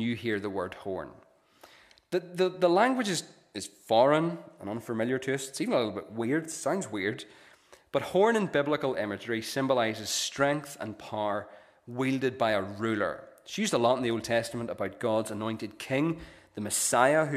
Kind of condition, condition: setting, large echoing room